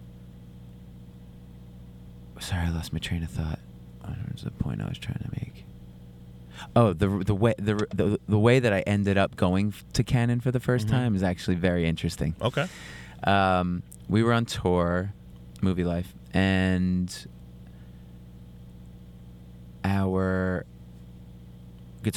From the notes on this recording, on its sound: Gets in the van (literally in the front seat). On his solo tour in Portland Oregon at the Hawthorne Theater for a chat.